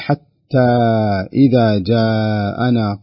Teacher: فلا بد أن يتنبه القارئ في مد الحركات الأربع في حتى وأيضا في جاءنا، ويكون متزنا في مده أربع حركات أربع حركات. · Term: مد منفصل